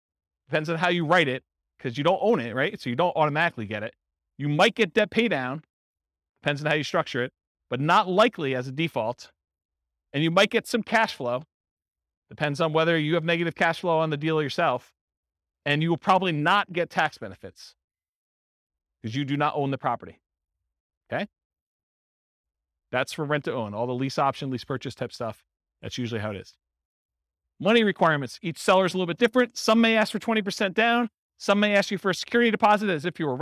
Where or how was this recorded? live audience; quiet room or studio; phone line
live audience